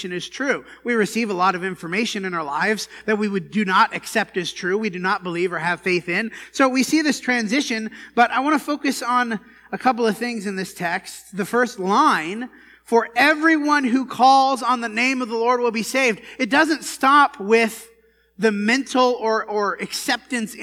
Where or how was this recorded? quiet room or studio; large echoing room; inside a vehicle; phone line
large echoing room